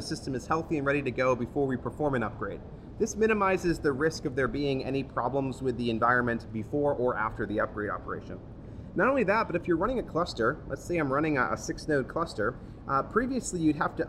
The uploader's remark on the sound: Recorded on 12 October 2015 at VMworld Europe